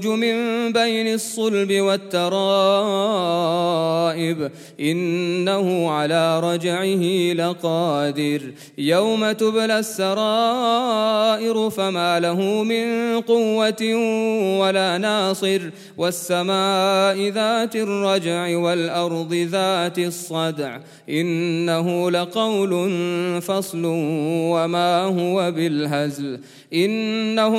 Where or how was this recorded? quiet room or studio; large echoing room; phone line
large echoing room